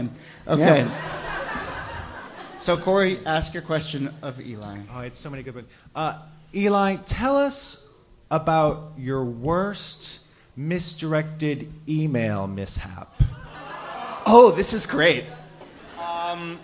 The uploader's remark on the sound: Ask Roulette is a conversation series in which strangers ask each other questions on stage. Our March show at Housing Works Bookstore in New York City. Some audience members.